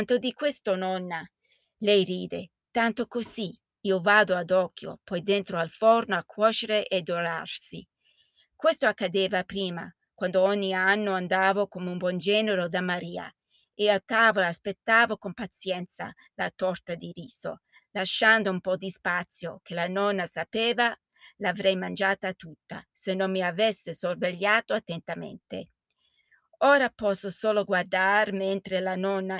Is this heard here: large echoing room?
no